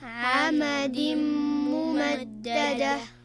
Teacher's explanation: في عمد ممددة عندنا تنوين جاء بعده حرف الميم، وهنا يكون الحكم إدغام بغنة